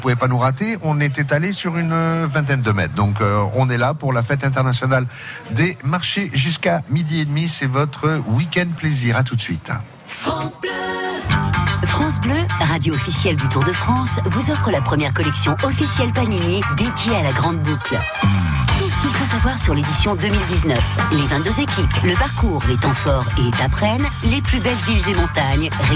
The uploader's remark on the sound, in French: En direct de la Fête des Marchés Place de la République à Perpignan